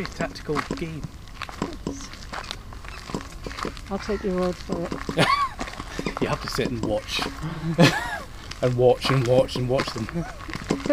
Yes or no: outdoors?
yes